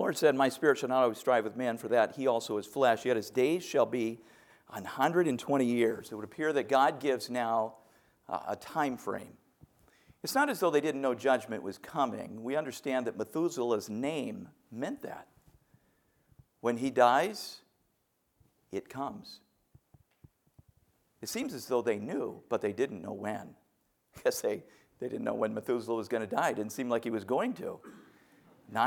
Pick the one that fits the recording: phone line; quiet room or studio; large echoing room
large echoing room